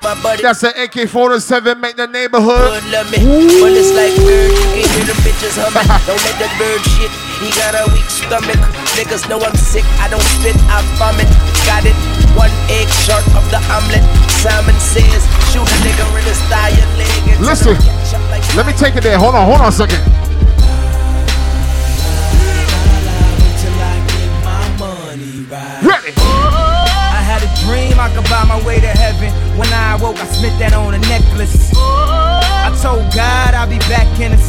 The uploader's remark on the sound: ZEN NIGHT CLUB-HAMILTON Z (LIVE AUDIO DIRTY). INSIDE ZEN NIGHTCLUB, HAMILTON ONTARIO.